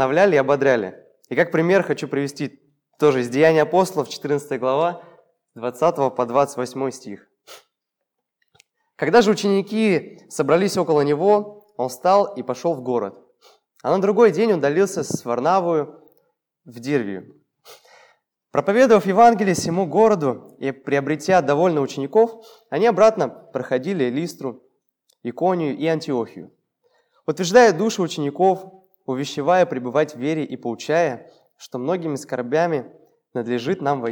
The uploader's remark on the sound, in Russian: Полная запись богослужения